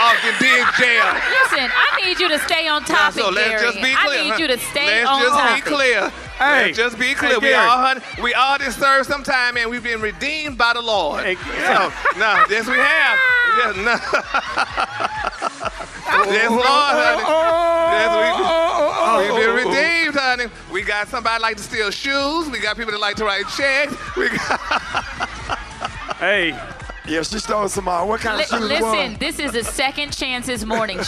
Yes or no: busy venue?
yes